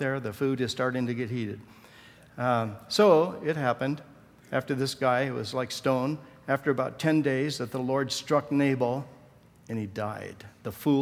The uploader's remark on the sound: Session 3 from the 2014 Southwest Men's Conference, Empowrd.